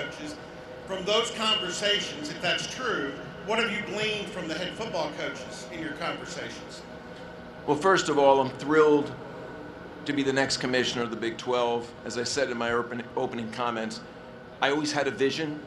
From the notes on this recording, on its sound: Full press conference. At media days.